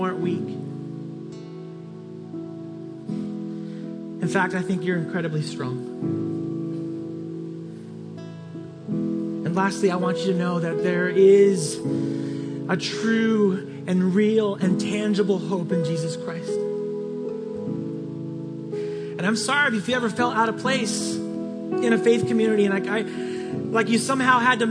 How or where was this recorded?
large echoing room